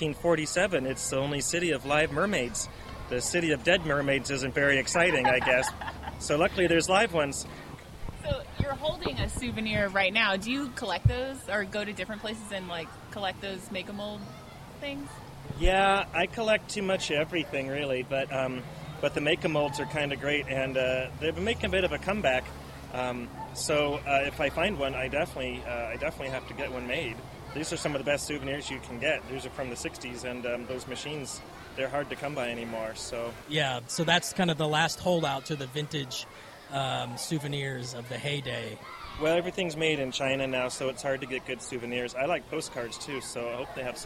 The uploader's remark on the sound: Marketing & PR Manager at Weeki Wachee Springs State Park, for allowing us to record in the park.